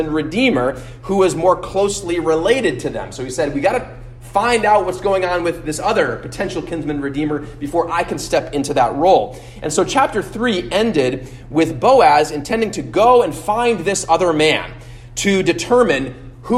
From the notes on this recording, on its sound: at Immanuel Lutheran Church in Pasadena, CA